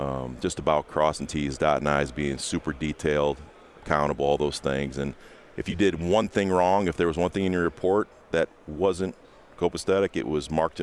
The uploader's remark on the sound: joins the guys live at the Combine